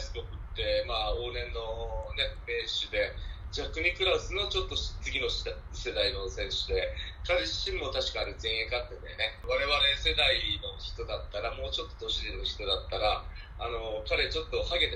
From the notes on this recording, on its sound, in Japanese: 電話でのツアートークで音声がお聞き苦しいところがありますがご了承ください。